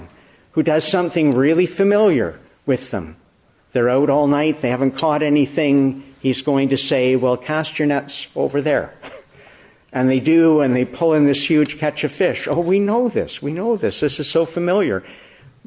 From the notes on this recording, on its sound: Morning Service. Preached in the Annunciation of the Blessed Virgin Mary, Ottawa, Easter 3, 2023.